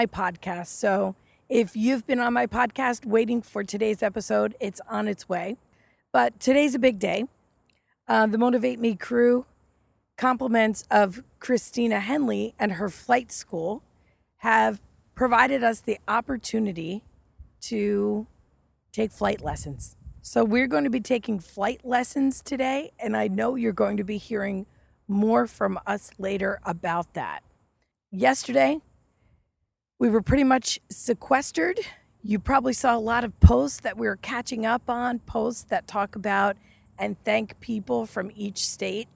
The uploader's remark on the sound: Live from the Intracoastal Waterway